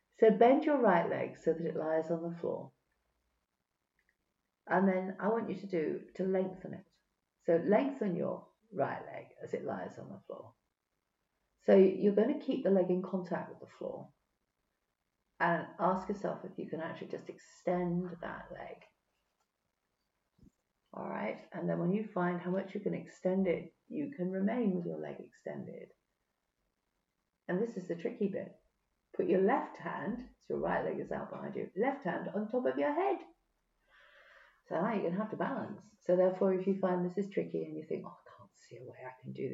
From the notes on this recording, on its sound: Sorry but the quality of the recording isn't so good, the yeti microphone may not have been picked up by audacity, typical tech issues !